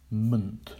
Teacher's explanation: And 11 is an embedded schwa sound, mnt. If we say the sounds m and nt together, we have to pronounce a schwa sound. We can't do it.